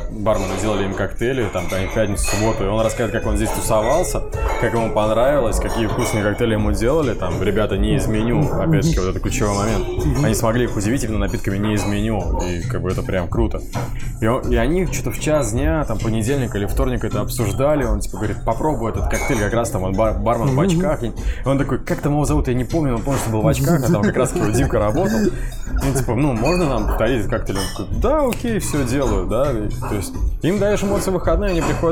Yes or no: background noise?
yes